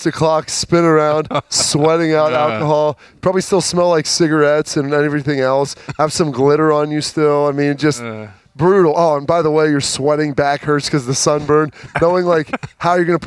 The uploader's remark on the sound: The Lettermen Live crew was back at Roosters on Monday afternoon. There was a lot of ground to cover in the fun, casual conversation.